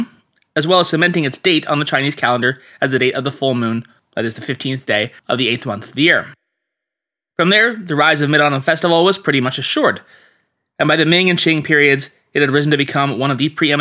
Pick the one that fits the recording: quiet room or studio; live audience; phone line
quiet room or studio